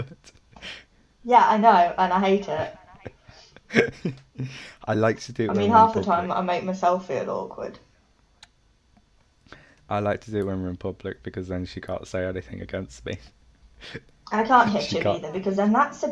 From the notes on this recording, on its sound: More audio issues, go figure, right!